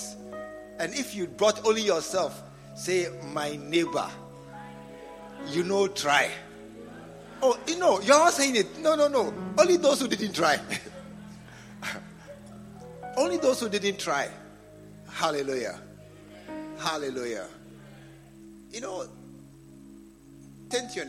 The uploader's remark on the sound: Preached at the True Vine Cathedral, Bantama.